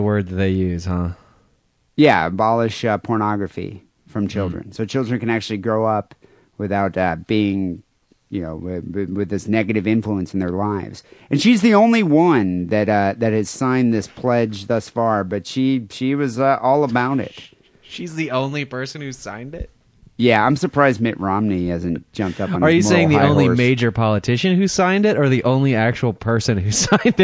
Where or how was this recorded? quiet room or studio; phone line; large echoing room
phone line